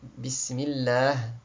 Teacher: quand il y a une kasra avant, Bismillah, c'est tarqiq